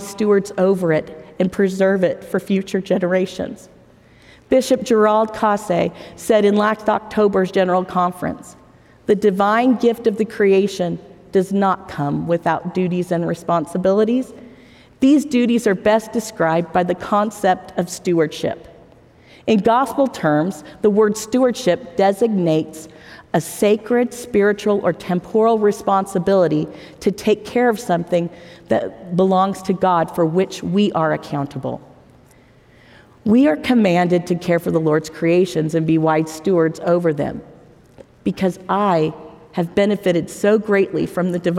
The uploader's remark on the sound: we'll bring you live devotionals and forum addresses from the BYU campus